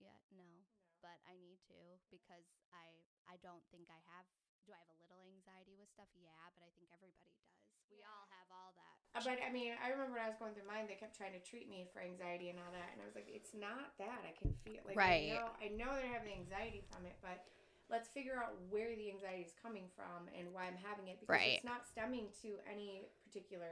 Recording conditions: poor sound quality